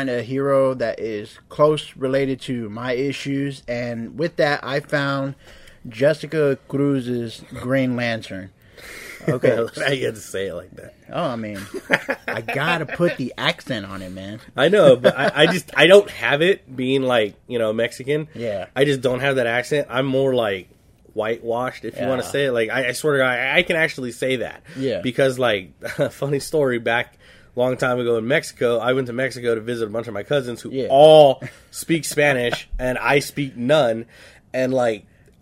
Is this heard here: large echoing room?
no